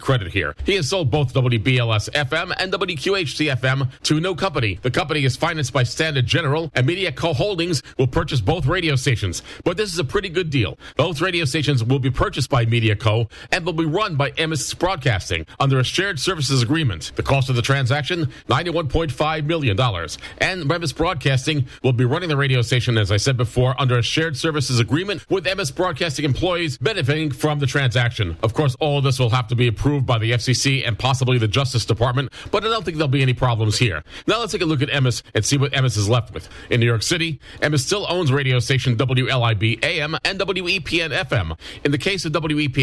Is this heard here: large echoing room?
no